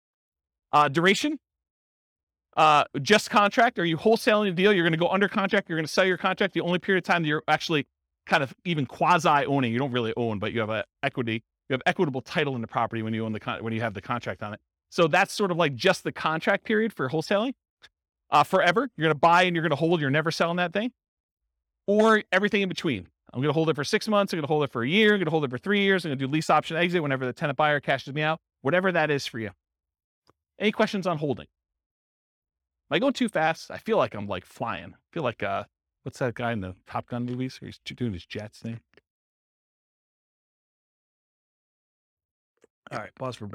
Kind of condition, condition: setting, live audience